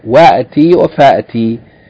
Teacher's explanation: the first Hamza, the Hamza til wasl, is omitted in pronunciation. We don't pronounce it.